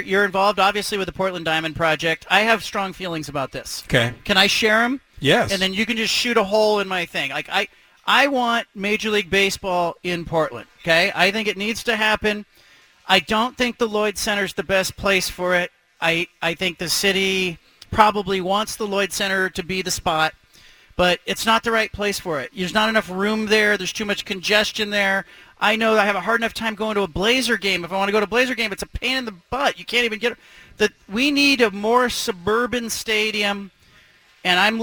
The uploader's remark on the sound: at the BFT live broadcast from Killer Burger in West Linn